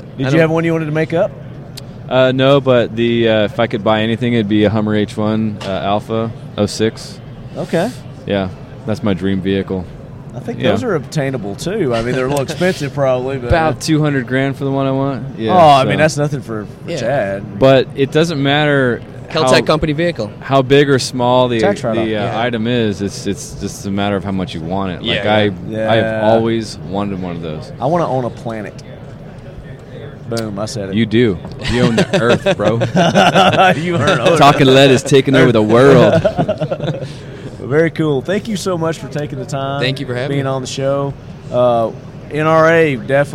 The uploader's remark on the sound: 2018 SHOT Show from the Kel-Tec "Leadquarters". Coverage of the 2018 SHOT Show from the Official "Leadquarters" at the Kel-Tec booth.